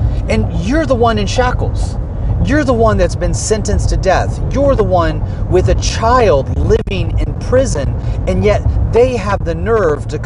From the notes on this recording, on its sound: While driving between locations